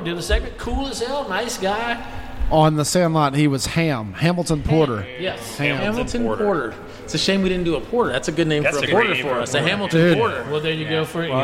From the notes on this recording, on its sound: at Rally Cap Brewing in Baton Rouge